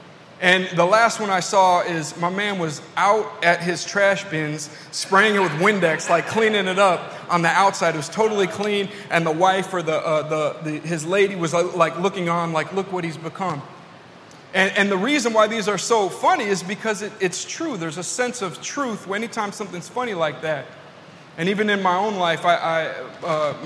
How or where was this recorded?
large echoing room